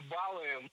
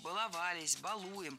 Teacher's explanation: Ударение всегда стоит за корнем · Shown in: second take · поэтому баловались, балуем.